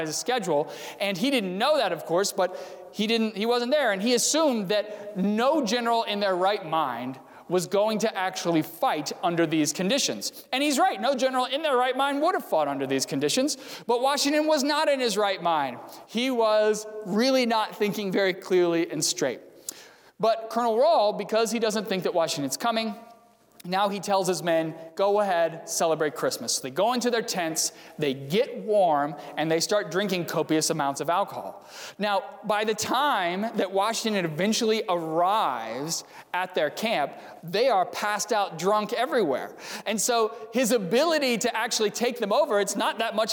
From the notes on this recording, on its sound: during the Sunday December 20, 2020 service, at First Presbyterian Church of Arlington Heights, Illinois.